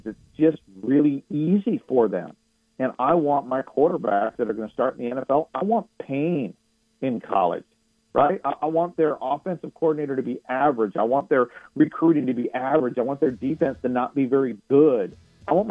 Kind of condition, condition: link, phone line